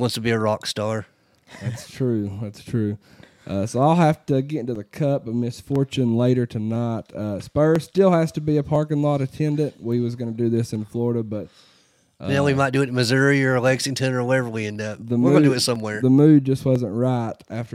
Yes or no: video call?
no